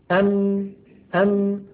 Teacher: نصف الميم الشفوي في الحقيقة شديد، لكن النصف الخيشومي قابل للمط